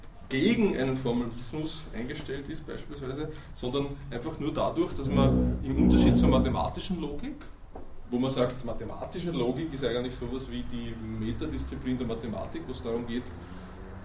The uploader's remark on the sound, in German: Diese Vorlesung wurde von Studierenden aufgenommen